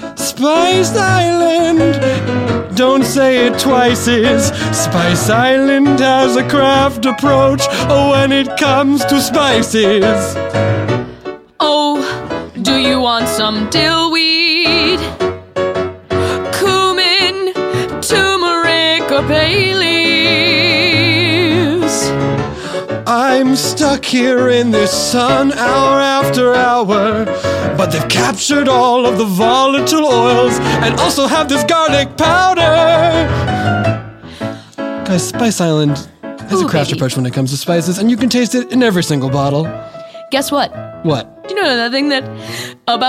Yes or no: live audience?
yes